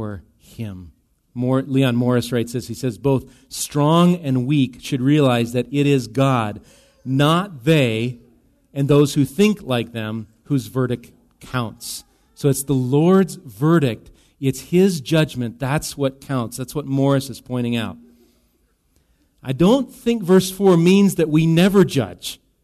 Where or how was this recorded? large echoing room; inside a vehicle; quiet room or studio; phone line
large echoing room